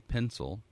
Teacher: For example, I grew up in the panhandle of Texas, and in my native speech, I do not differentiate between P-E-N and P-I-N.